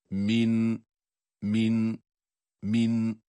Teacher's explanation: Min, nun kendi sesiyle, müstakil okunabileceği hal ile okunacak. Min, min, min, hunnesi de çıkacak.